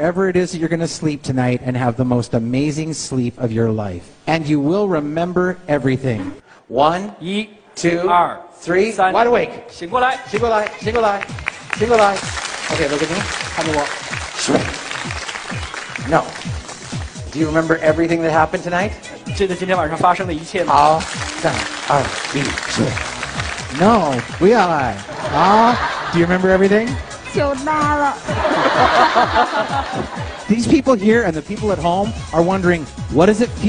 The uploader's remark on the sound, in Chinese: 现场催眠秀